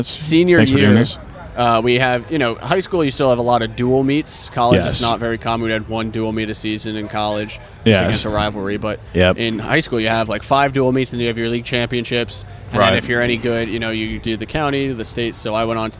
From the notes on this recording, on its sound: recorded outside the free comedy showcase at Max's Taphouse August 28th, 2022